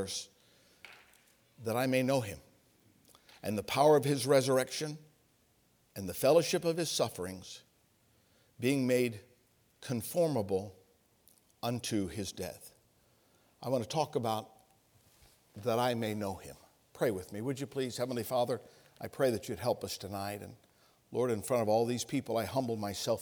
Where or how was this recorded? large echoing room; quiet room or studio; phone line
large echoing room